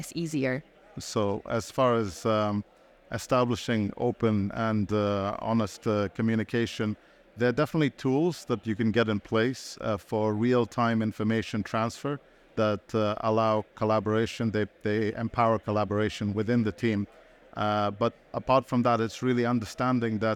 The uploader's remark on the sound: Recorded live at ADIPEC 2023